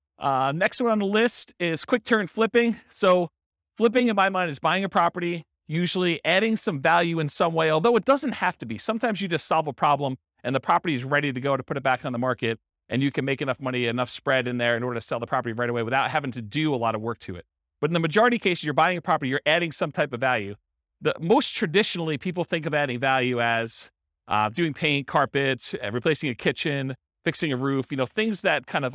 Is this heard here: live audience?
yes